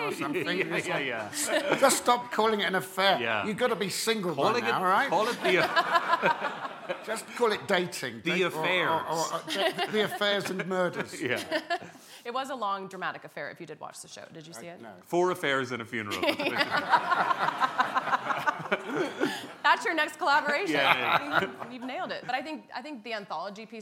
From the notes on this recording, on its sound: In front of a live audience at the SundanceTV HQ on Main Street in Park City, UT during the 2019 Sundance Film Festival.